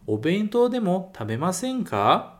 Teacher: Então, esse tabemasen ka está na negativa e é uma pergunta. Então, como é pergunta, é muito importante jogar para cima, jogar a entonação para cima